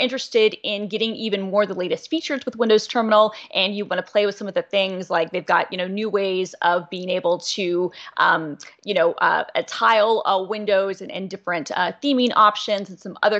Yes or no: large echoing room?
no